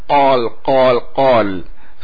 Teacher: فيخرج قافا مشوبة بالغين، نصفها قاف ونصفها غين، يعني أدخل من حرف القاف الذي هو في أقصى اللسان فيجعلها أدخل، فيقول قال قال قال قال بهذا الشكل، كأنما يخرجها من أدنى الحلقة لا من أقصى اللسان.